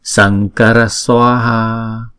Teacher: Chữ này đọc là chữ ngờ ha, chữ N có dấu chấm ở trên này là ngờ